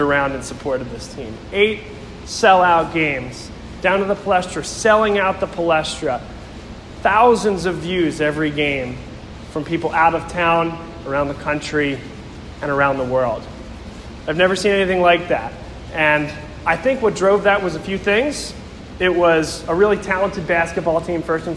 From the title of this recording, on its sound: Speech at La Salle College High School Alumni Mentor Event (October 16, 2019)